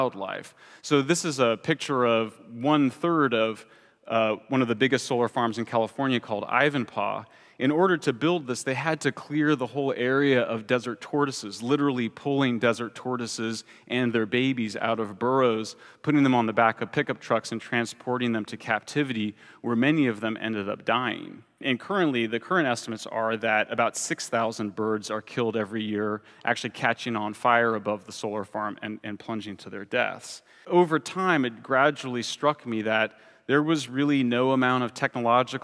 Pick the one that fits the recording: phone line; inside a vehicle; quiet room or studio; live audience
live audience